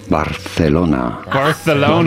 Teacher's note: pronounce the C a little bit like TH in English with your tongue between your teeth